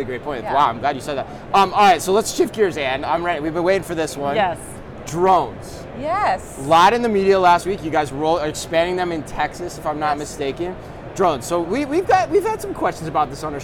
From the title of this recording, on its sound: Live From NRF 2024